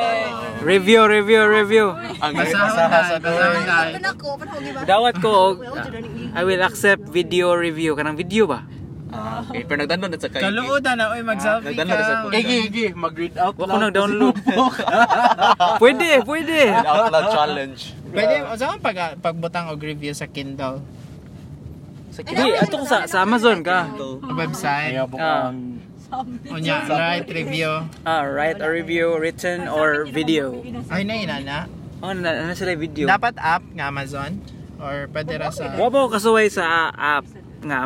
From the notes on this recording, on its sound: Another carcast. No edits, just some raw conversations and topic switches.